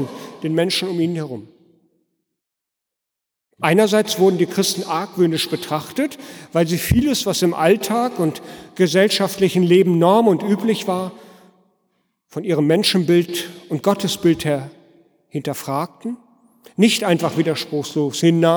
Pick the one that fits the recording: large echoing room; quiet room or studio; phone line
large echoing room